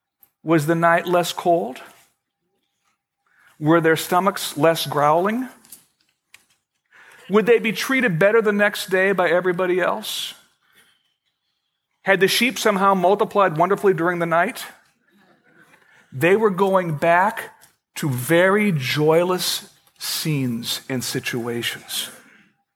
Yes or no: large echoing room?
yes